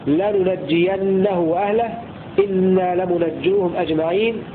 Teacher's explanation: بفتح النون وتشديد الجيم في المواضع الثلاثة